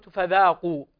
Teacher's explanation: الفاء هنا والذال مرققتان والقاف بعدها مفخمة باتفاق